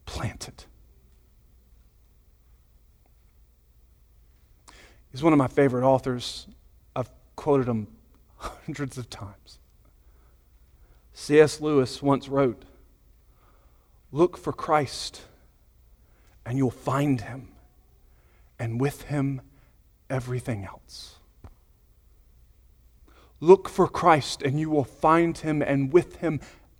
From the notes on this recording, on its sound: Sunday Morning Sermon Audio